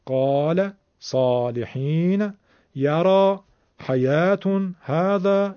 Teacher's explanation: الف مدی دیگه حالا مشخصه، صدای کشیده بالاست